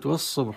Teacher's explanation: كلمة والصبح لام التعريف هنا أدغم في الصاد على أساس أن اللام من صفات لام التعريف أنها تدغم في أحرف وتظهر عند أحرف، تظهر عند الحروف 14 أبغي حجك وخف عقيمة، وتدغم في البقية ومن ضمنها الصاد.